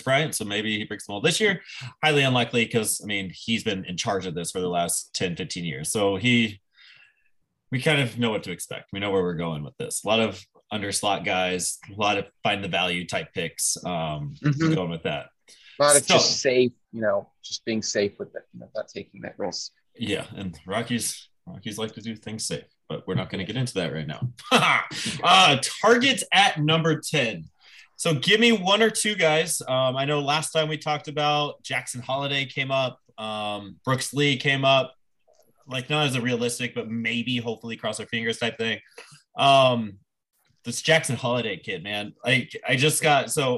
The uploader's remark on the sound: Twitter Space recording